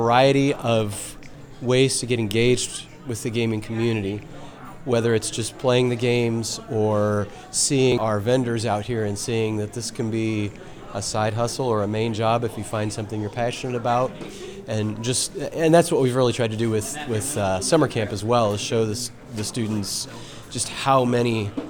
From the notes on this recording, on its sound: Steal the mic and wander around STEAM into Star Wars, a convention experience. Has built at our local high school that's free for the community to experience. Come listen in to vendors, cosplayers, and gamers share their hobbies and passions.